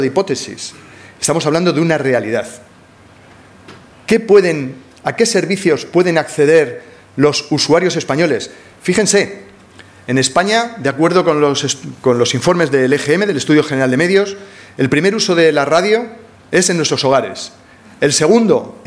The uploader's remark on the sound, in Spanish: En la Jornada "Tendencias de los servicios públicos audiovisuales europeos", que tuvo lugar en el Auditorium de Prado del Rey.